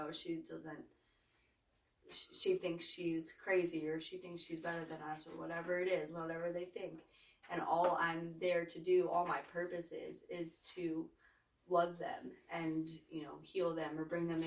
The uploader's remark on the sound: Please excuse the lesser quality audio